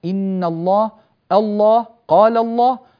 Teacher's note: قبل هذه اللام فتحة الألف التي بدأنا بها، الله، قال الله، إن الله، هذا كله له حكم واحد، إن الله، الله، قال الله، هذه اللام تفخم لأنها سبقت بفتح